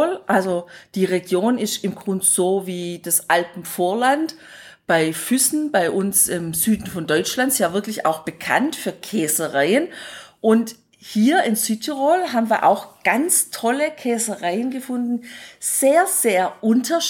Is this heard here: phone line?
no